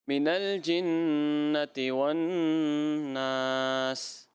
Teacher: مگر پہلا غنہ آپ کا کمزور ہو گیا تھوڑا، کیا آپ نے، اب دوسرا زیادہ پرفیکٹ کیا آپ نے.